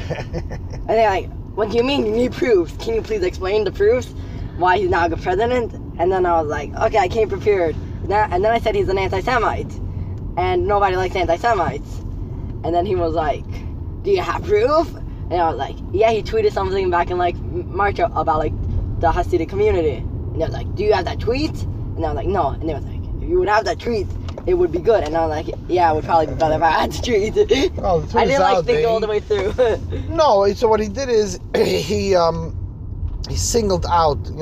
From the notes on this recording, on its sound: Me and my 15 year old son while driving home or to school.